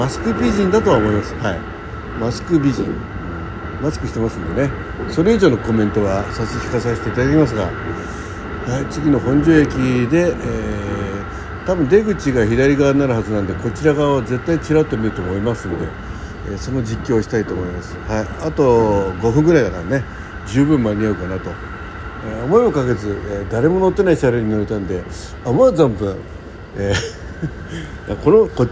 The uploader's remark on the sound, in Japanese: 朝の通勤電車実況収録。最後尾に乗ったら他に乗客いなかったのでひと駅間同行中列車で実況収録したのだ。